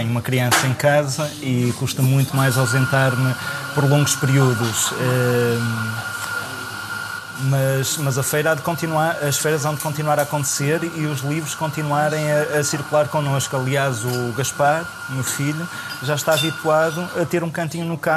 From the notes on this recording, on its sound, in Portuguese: Gravado na Casa de Pasto Fertuzinhos, nas Caldas das Taipas. Pelo meio do ruído de fundo, fomos falando.